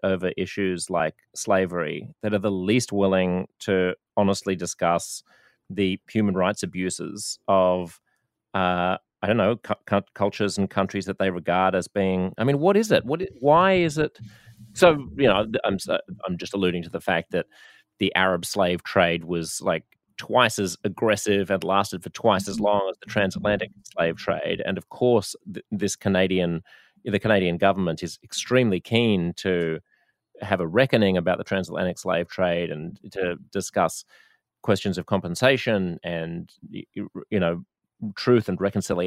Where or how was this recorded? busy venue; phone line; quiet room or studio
quiet room or studio